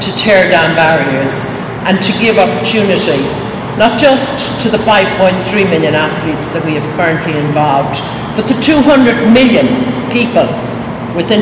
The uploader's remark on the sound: Podcasting live from the Special Olympics 50th Anniversary Kick-off Press Conference at Solider Field in Chicago. We bring you the live audio from the press conference.